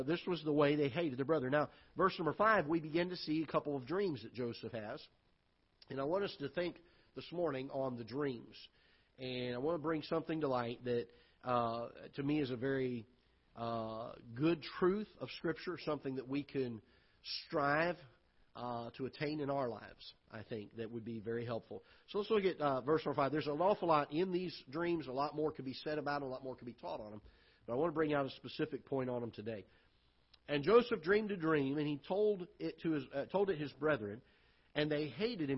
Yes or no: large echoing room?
yes